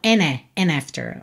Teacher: And after all, aqui de novo, ele comeu o D de and